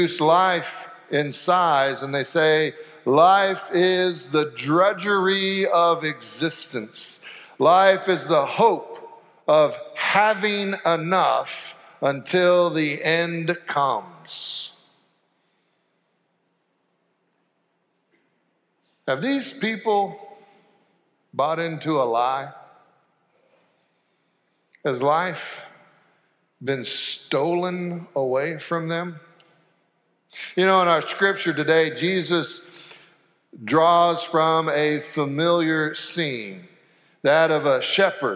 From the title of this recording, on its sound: Sanctuary Service